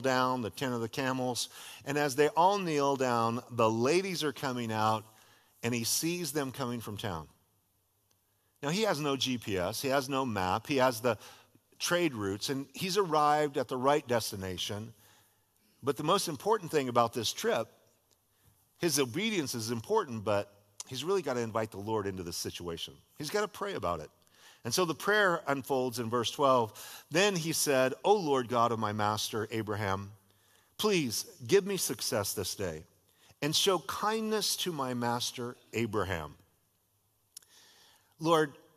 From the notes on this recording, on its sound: was a sermon delivered as part of The Beginning and The End Series at Godspeak Calvary Chapel in Newbury Park, California